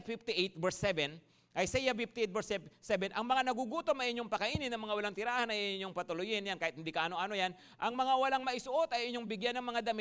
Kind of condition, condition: setting, live audience